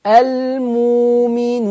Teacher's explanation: هتبدل الهمزة الساكنة بواو مادية